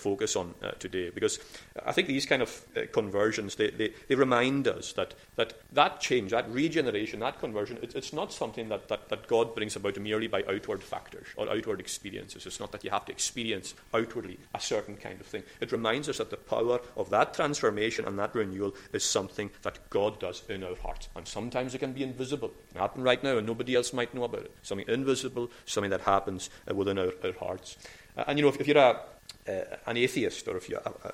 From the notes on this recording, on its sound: recorded at North Harris Free Church on the morning of Sunday 9th October 2022